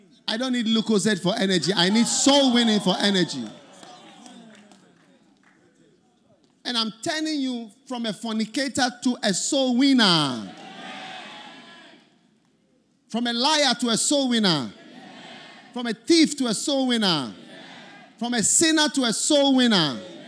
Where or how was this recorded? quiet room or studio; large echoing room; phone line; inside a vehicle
large echoing room